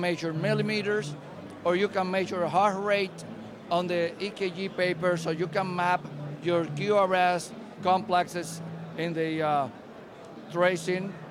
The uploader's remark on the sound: at CES 2016 in the Eureka Park startup area of the international consumer electronics conference